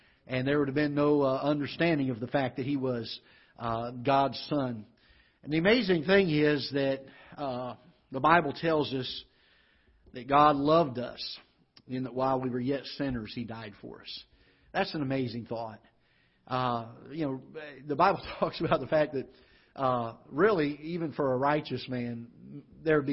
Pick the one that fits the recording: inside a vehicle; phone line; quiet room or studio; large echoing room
large echoing room